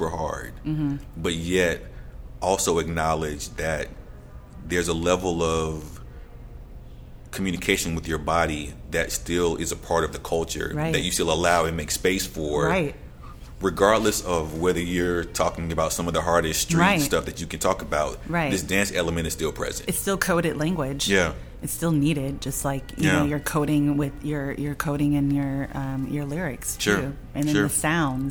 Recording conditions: busy venue